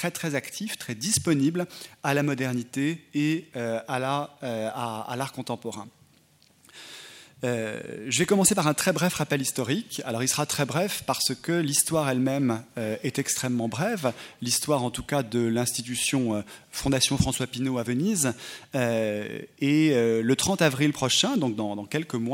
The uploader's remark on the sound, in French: Intervention enregistrée le 16 décembre 2010 dans le cadre du colloque « Venise et ses nouveaux musées ».